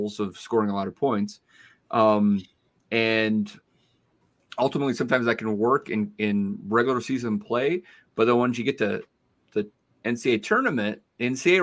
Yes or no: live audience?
no